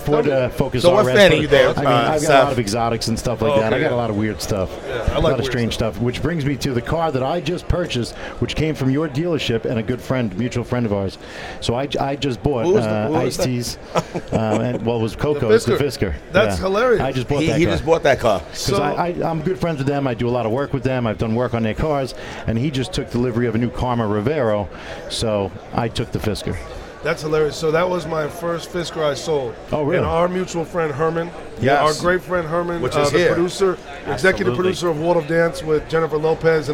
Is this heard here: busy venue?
yes